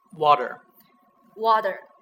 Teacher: when T is not stressed, T pronounced as D